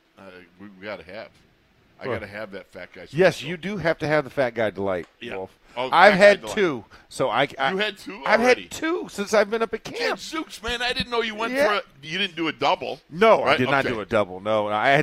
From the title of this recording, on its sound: Live from Steelers Camp Day 15